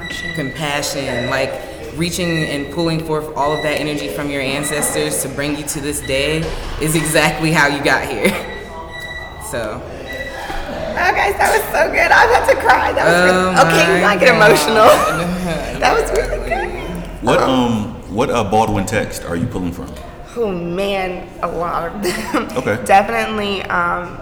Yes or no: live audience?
yes